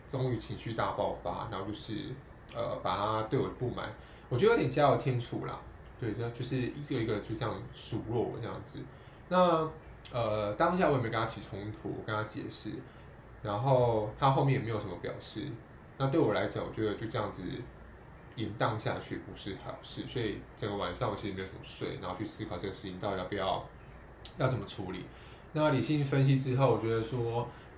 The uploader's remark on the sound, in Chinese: 錄音背景有點雜音，配樂很陽春。